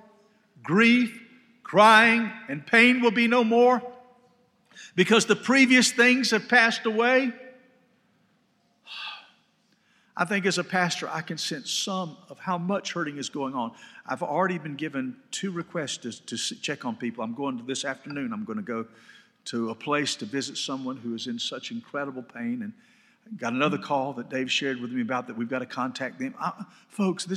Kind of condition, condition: setting, large echoing room